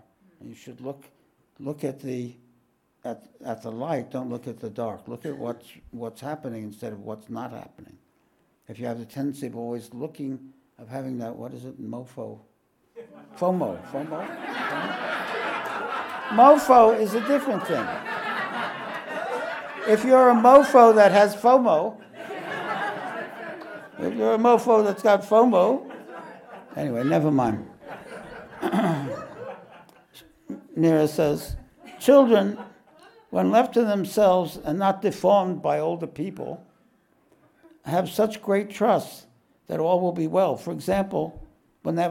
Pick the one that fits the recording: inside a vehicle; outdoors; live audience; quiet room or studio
live audience